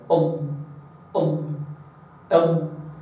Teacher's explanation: لكن إذا أخرجها القارئ من أقصى الحافتين معا فبيكون أقصى اللسان كاملا مستعلي، وهذا يجعل وسط اللسان ملتصقا تماما بما يحاذيه من الحنك الأعلى هكذا أض أض أض هكذا. فالضاد تخرج من أقصى الحافة وليس من كل الحافة، حتى هناك بعض الشيوخ يقول لك ابلع لسانك، ابلع لسانك يعني رجع اللسان قدر الإمكان إلى الخلف.